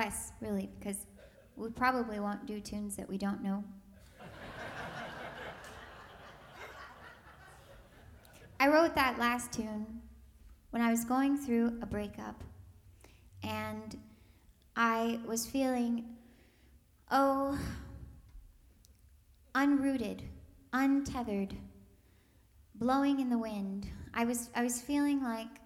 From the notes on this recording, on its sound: Savannah Music Festival LIVE. This episode features highlights from her Savannah Music Festival debut in 2019 at the Charles H. Morris Center in Trustees' Garden.